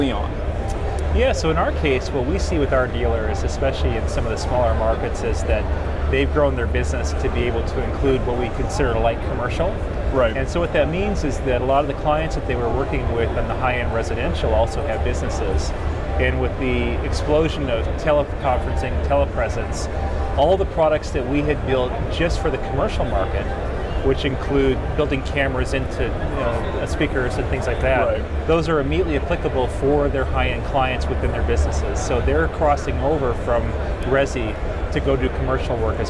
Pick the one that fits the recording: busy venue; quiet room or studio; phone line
busy venue